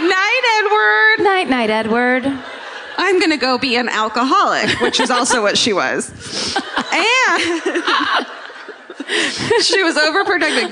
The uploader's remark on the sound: Live at the Comedy Theatre. This week’s My Favorite Murder comes to you live from the Comedy Theatre.